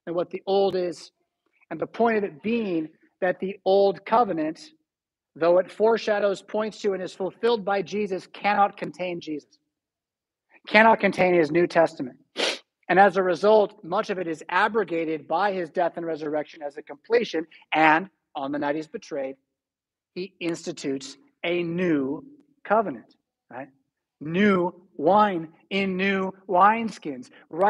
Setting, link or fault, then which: setting, large echoing room